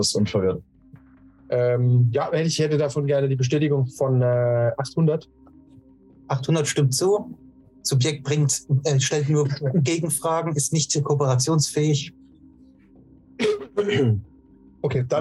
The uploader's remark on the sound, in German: Entschuldigung: Unser Zoom hat versagt und der Ton ist in dieser Folge suboptimal.